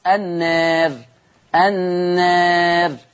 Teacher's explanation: يترتب على التقليل في الألف ترقيق الراء